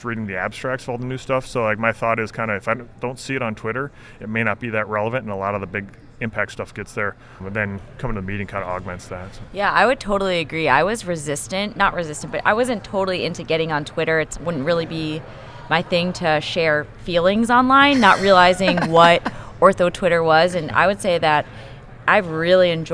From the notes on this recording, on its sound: Recorded at the 2021 AAHKS Annual Meeting in Dallas, Texas